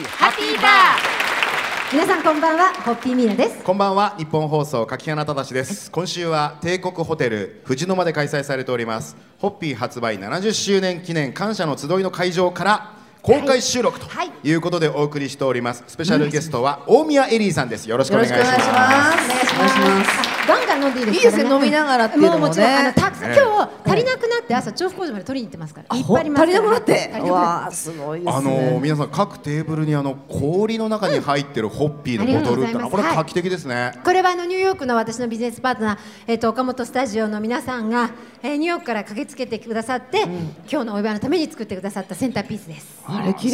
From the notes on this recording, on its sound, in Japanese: ホッピー発売70周年記念パーティ 帝国ホテル公開収録。